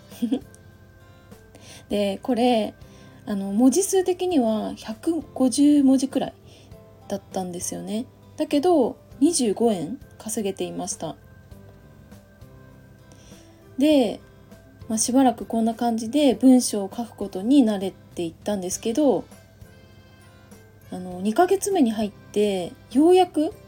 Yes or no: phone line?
no